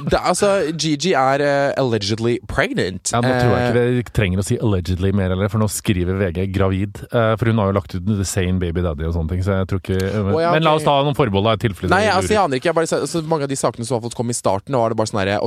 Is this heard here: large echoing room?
no